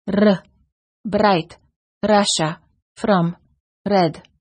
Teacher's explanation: Many languages have what is called a rolling R, where the tip of the tongue touches the gum ridge, similar to the D sound, but with a quick and repeated motion